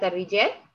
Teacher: الراء مكسورة. مكسورة فهي إذا مرققة.